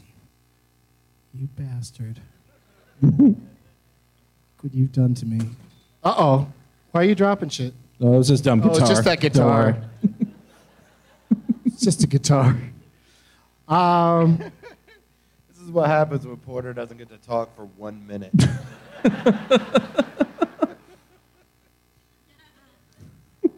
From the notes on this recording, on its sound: Live from the Tampa Improv.